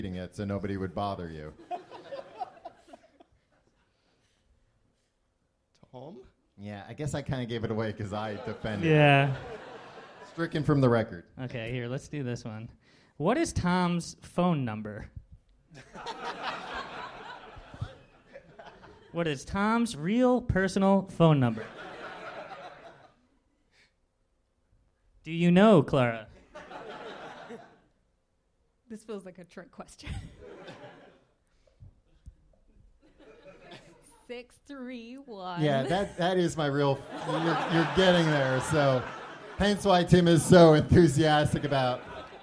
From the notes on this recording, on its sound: Live in London 2018. This was our live show. At Kings Place in London. Since this was live on a stage it was much more visual than our show normally is.